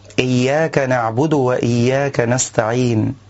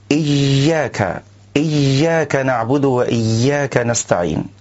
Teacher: كذلك من الأخطاء قراءة الياء من كلمة إياك مشوبة بالجيم، فالبعض يقول إياك نعبد وإياك نستعين، وهذا اللحن خطأ، لأنه لابد أن يبين القارئ الرخاوة في الياء حتى يخلصها من صوت الجيم · Shown in: first take